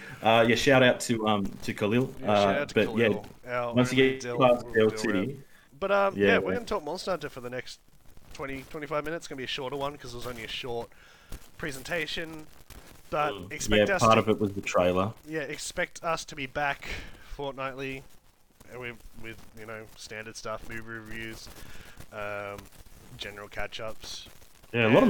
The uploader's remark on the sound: Sorry for the technical issues at the beginning of the episode!